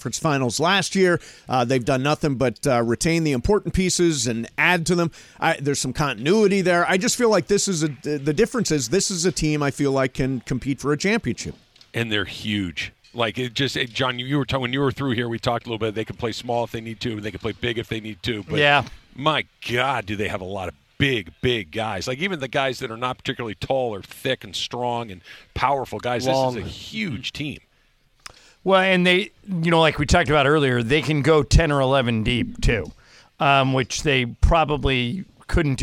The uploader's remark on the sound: LIVE from Lakers Media Day in El Segundo!